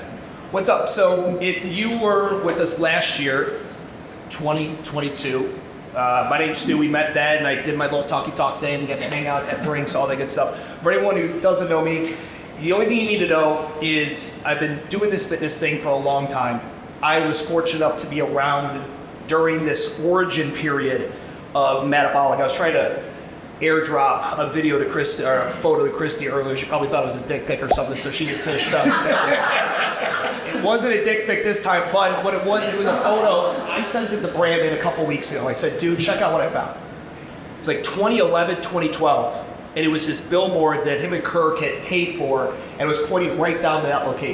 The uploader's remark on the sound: This is my keynote from the 2023 MADabolic Franchise Conference.